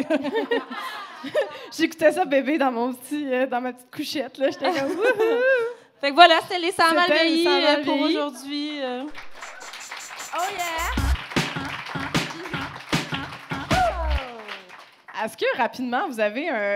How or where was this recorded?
live audience